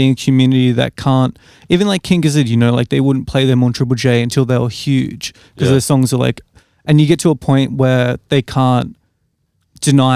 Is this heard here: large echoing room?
no